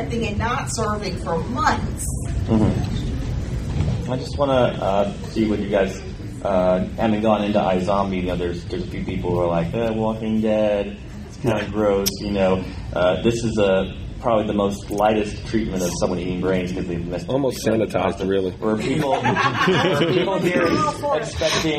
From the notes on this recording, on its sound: Fan Panel at DragonCon ’15. Was able to Skype.